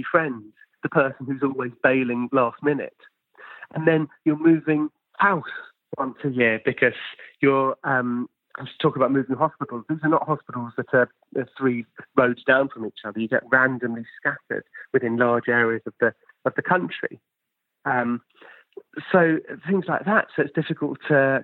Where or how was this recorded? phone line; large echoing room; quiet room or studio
phone line